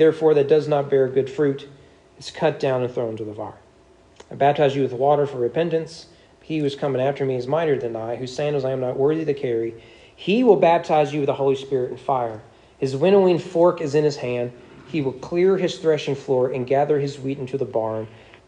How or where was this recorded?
large echoing room